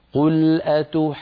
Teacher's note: لابد أن ننتقل من الألف إلى الجيم المشددة بقوة حتى نبين التشديد هكذا. قل أتحاجوننا، يعني لابد من أن نبين التشديد في الجيم.